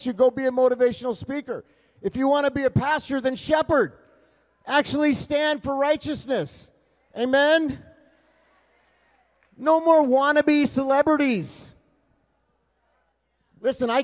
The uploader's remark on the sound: LIVE at ReAwaken America - Miami, FL. Trump Doral, Miami, FL.